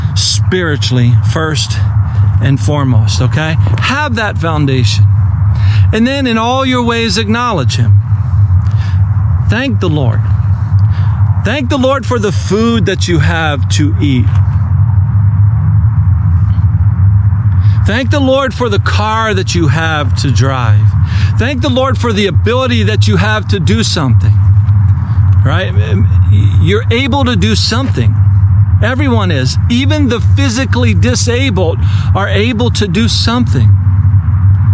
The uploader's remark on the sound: The audio was recorded outdoors of a GoPro.